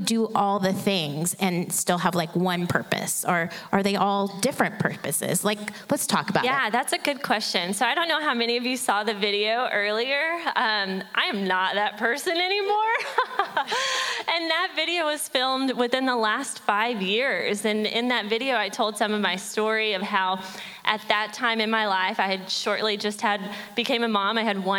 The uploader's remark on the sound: From the 2023 Interactive Women's Leadership Conference. Featuring our panelists and Q&A with audience members.